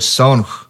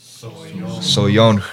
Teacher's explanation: So vowels will be added into them during the songs just to make it easier to sing. So the word sonch gets extended to soyonch. · Shown in: second take